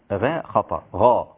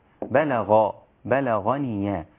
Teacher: الغين حرف مستعلي مفخم هكذا ينطق وهو مفتوح · Shown in: second take · بلغ بلغني، والغين من الحلق، لا نفعل، لا نأتي بها من الشفتين كما يفعل البعض فتصير هكذا بلغ خطأ.